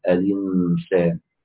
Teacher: كانت اللام ساكنة وبعدها همزة مكسورة، فيأخذ الكسرة يحرك بها اللام ويحذف الهمزة · Term: النقل